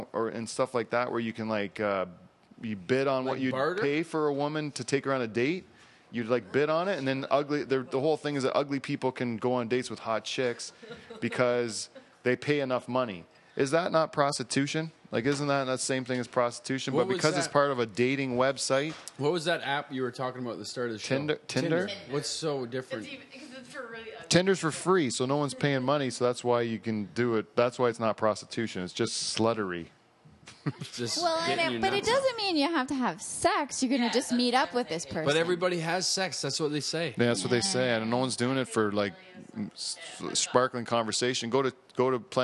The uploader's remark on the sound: Live From Delhi